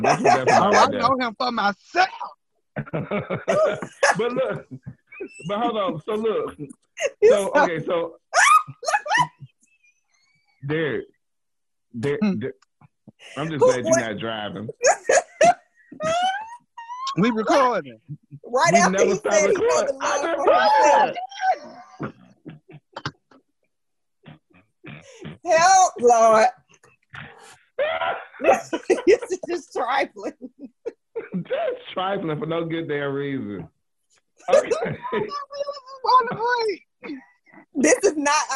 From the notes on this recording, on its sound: it's our first Zoom Podcast